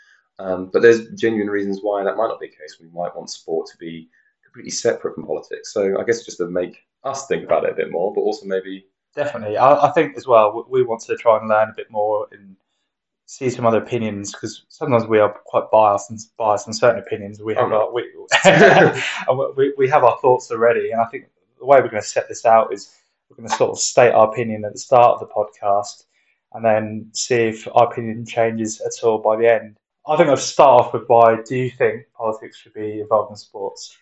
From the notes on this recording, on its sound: We are a super low budget podcast and episode one was very much our trial run. The audio quality is not as good as later episodes.